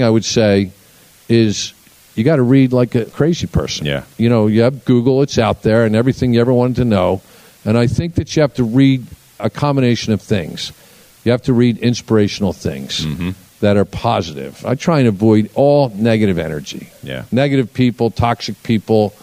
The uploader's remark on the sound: In front of a live audience at one of his newest ventures, The Discovery Labs. A 200 acre, 1 million square foot space in King of Prussia, Pennsylvania.